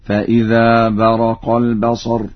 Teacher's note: فإذا برق البصر، قرأ ورش بفتح الراء هكذا: فإذا برق البصر.